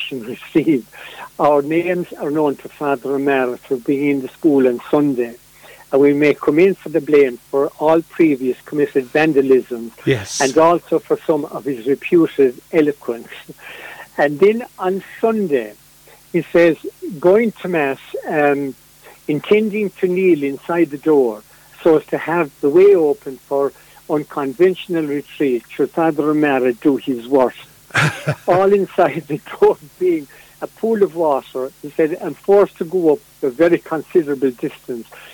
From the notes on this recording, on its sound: joined on the phone by Ogonnelloe correspondent